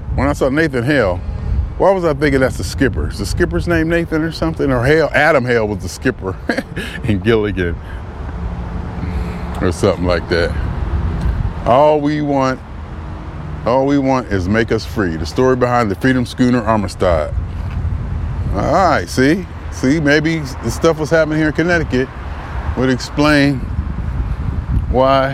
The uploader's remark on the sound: Me Walking Talking June 25, 2021: Being Alone With Me In New Haven, CT